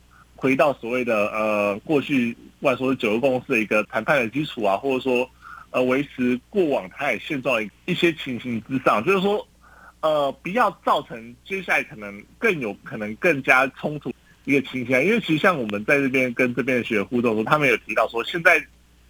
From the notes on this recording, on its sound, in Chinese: 連線訪問中央社駐上海記者